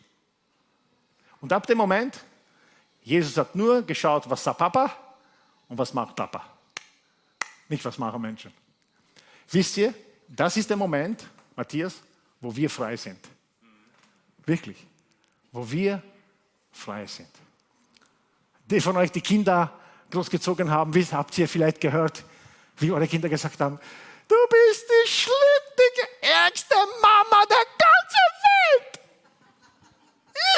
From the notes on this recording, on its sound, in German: Gottesdienst live aus der LIFE Church Wien